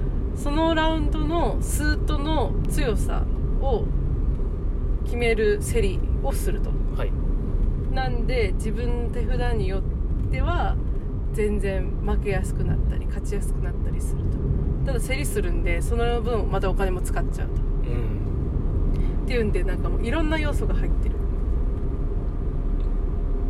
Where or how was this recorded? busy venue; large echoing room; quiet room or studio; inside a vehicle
inside a vehicle